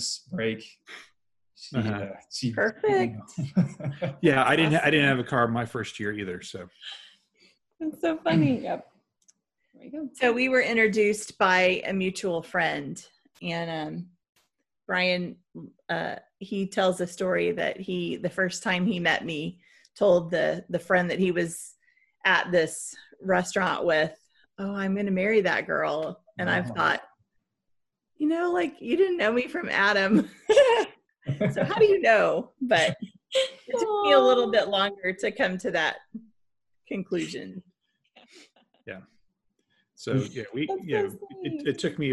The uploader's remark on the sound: sat down on a Zoom call